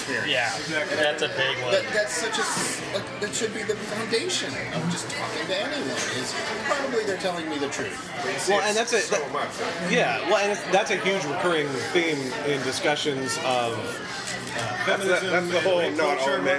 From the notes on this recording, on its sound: The long-overdue, field-recorded episode from XOXO Fest 2014. Mostly in drunken snippets.